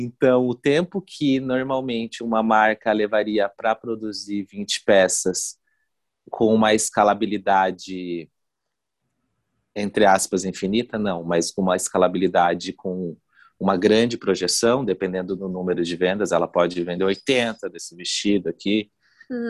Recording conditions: video call